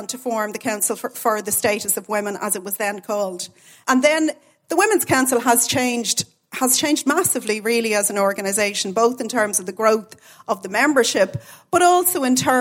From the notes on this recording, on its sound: Recorded live from The Oak Room of the Mansion House, as part of our celebrations for International Women’s Day. For this live recording, we teamed up with The National Women’s Council.